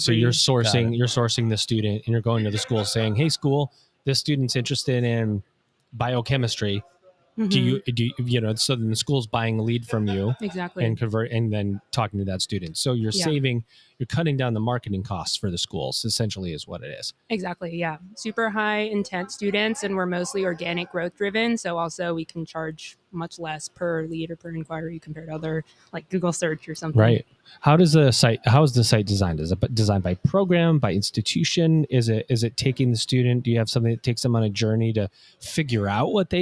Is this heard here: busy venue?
yes